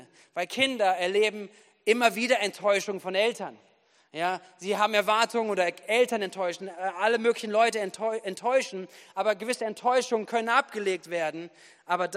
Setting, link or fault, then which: setting, large echoing room